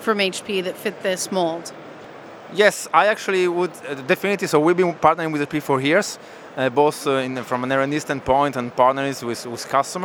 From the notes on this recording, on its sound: Live from HP Discover. In this archive of a livecast from HP Discover.